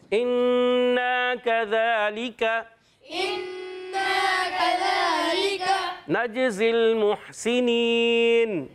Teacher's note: پہلا حرف حمزہ ہے. نون مشدد، نون مشدد میں ایک الف کا غنہ ہوتا ہے